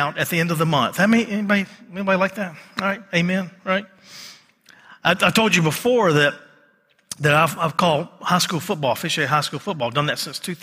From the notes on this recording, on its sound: the message recorded live on January 15 at Covenant